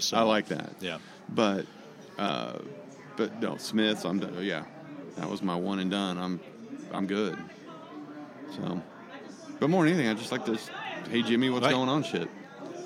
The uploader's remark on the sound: On Location at Doc's. Goes on location to Doc's Sports Bar in Evansville. From the stage at his bar. The lunch crowd didn’t seem to care.